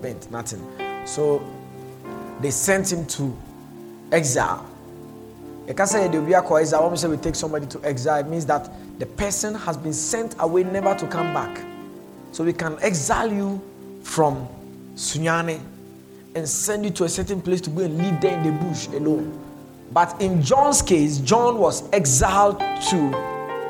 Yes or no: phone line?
no